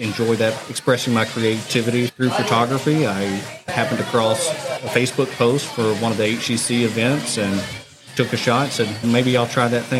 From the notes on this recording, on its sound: Live at the back 40 Bunkhouse for the HCC Tropical Shoot Event.